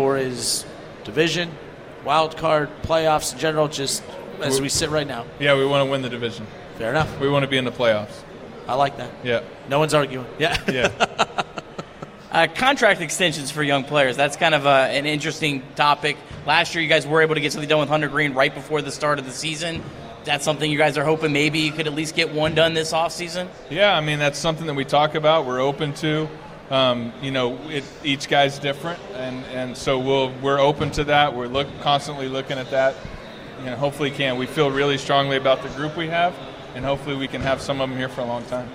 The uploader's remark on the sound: LIVE from Redsfest